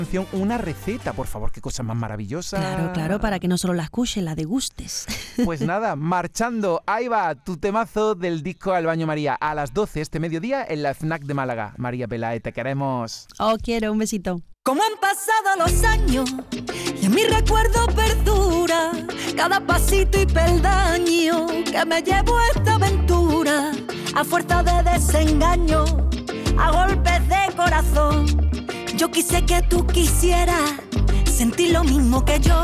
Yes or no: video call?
no